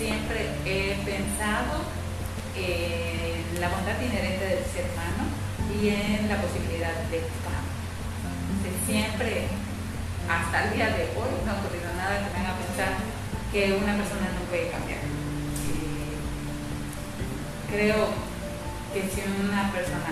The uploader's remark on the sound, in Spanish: Como es mi primer podcast tengo presente que quizás no es la mejor calidad en audio sumado a las condiciones actuales del distancia y mascarilla.